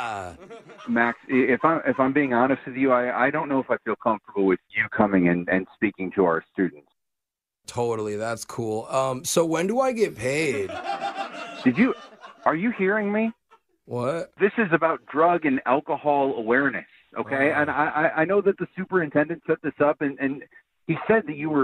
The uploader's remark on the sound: Phone Tap